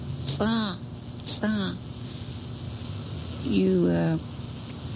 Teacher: Then you have the hard TS. It has a glottal after the S, and it has a clicky sound. Sa, sa. When you say the hard TS, your teeth are clenched together.